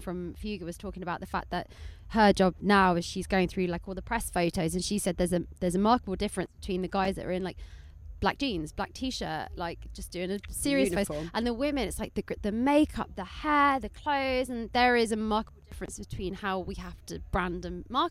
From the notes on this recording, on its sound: A quick chat in the studio van at Brighton Music Conference. Recorded live for istreem.tv.